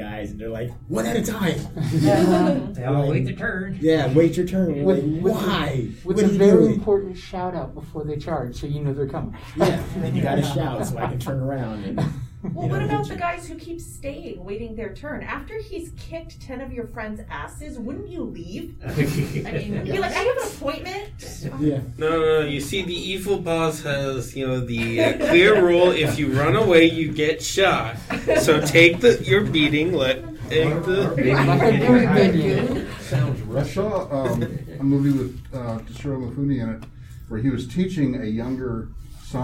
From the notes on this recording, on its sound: TusCon 49 Panel